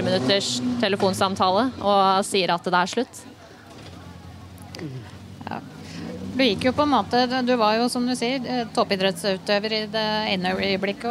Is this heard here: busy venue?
yes